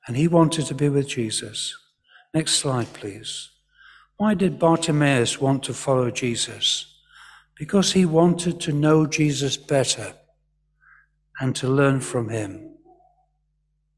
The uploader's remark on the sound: Because we had an all-age service. The audio file contains the words of the service in church.